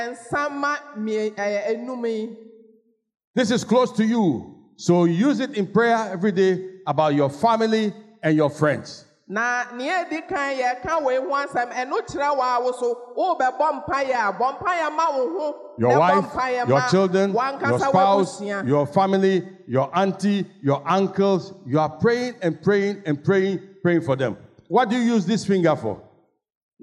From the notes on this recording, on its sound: Sermon preached at CBC Shiashie Campus